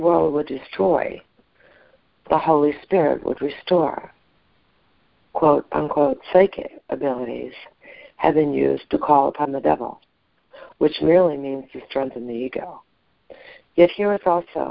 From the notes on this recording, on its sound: ACIM Daily Conference Call